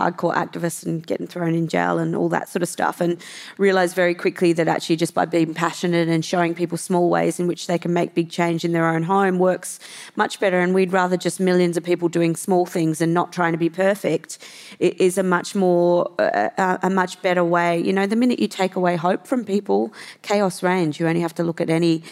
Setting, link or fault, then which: setting, live audience